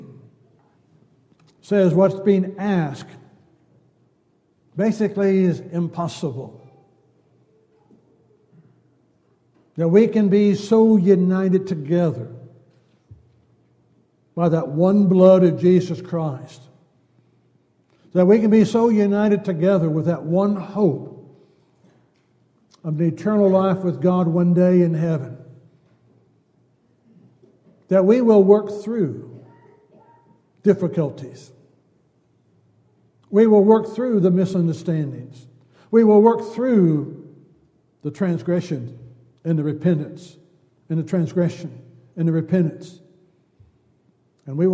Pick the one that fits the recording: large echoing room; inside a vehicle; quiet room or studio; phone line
large echoing room